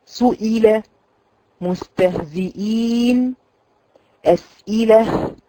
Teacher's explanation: مخرج الهمزه يخرج من اقصى الحلق، قلت لك كيفيه الخروج بيكون لها زمن، قلت لك ان هي بتكون دائما ثقيله في السكون وثقيله في الحركه ايضا، لكنها اشد ثقلا في السكون.